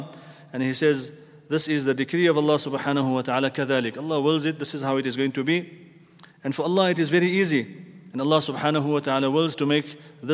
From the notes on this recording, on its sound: at the Houghton Masjid (West Street)